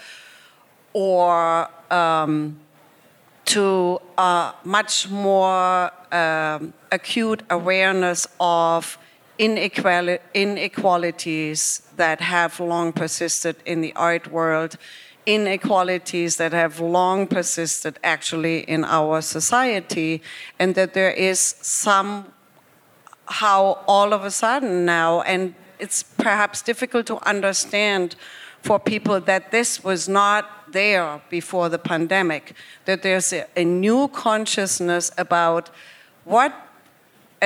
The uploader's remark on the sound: At the Armory Show's Live event last week. We present the live-recording from the Armory Show event.